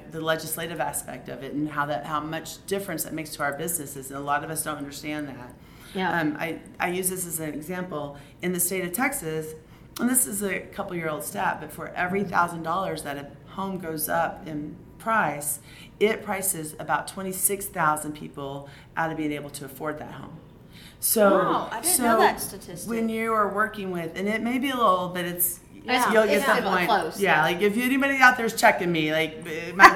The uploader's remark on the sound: In the virtual Lemonade Stand, we are live from Service Nation's International Roundtable in Nashville, TN.